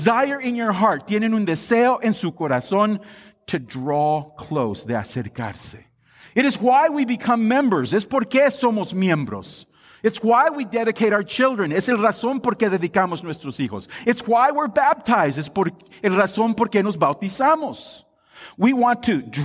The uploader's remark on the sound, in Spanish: Esta es una grabación de la Devoción dada en nuestro Servicio de Acción de Gracias.